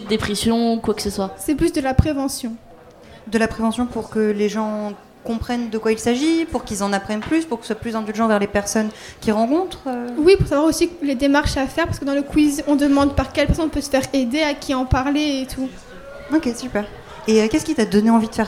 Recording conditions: busy venue